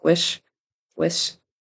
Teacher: So the final CH sound on which sounded a little bit like an S. Wish, wish, needs to be ch, ch, which.